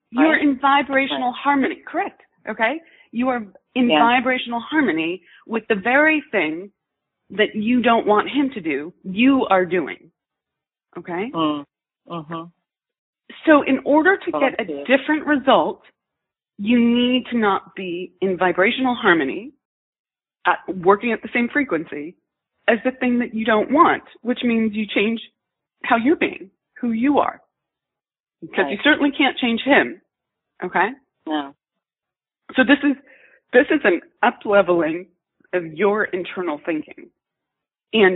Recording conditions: phone line